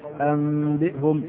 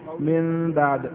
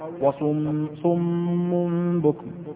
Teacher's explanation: الحكم الرابع، ذكر المصنف رحمه الله تعالى هنا الحكم الثالث وهو القلب، وحقيقة القلب قلب النون الساكنة والتنوين ميما بغنة مع الإخفاء